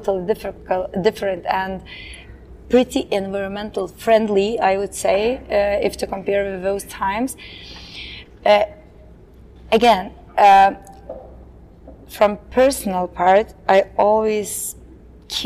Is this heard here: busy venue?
yes